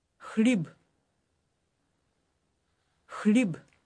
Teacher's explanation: It starts with a rough KH sound, followed by an L.